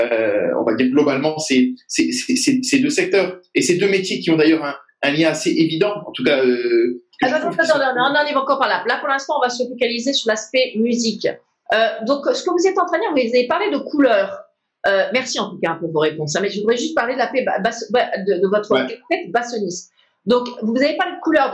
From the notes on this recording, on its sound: had a Zoom video call, during these times of lockdown